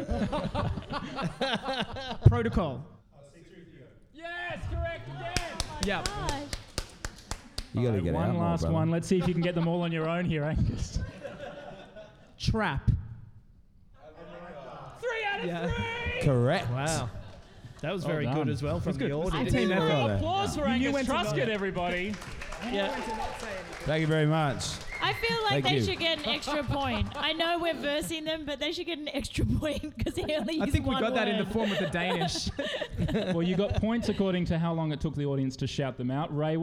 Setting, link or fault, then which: setting, live audience